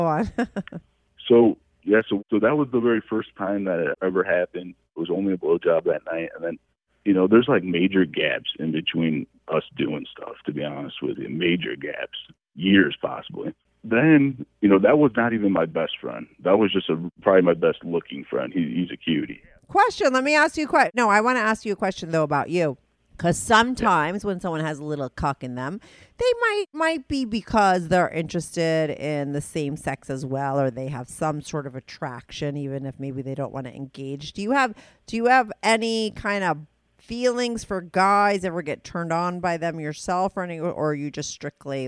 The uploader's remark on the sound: called in to talk all about it